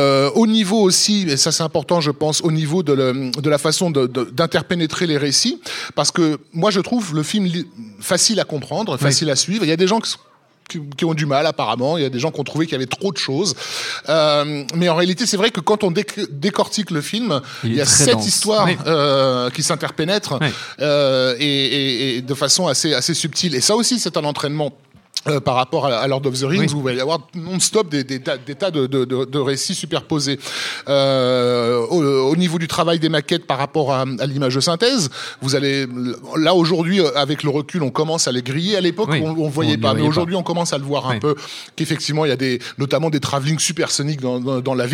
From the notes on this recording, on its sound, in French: Enregistré le 31 octobre 2018 au Club de l'Etoile (Paris 17e). Production : Binge Audio.